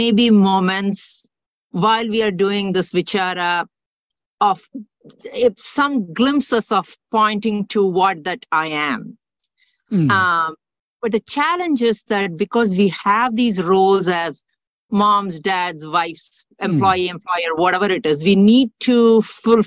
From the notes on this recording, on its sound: In a Zoom meeting with Boston Ramana Satsang on 22nd July 2023